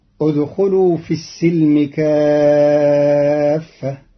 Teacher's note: قرأ قالون كلمة السلم بفتح السين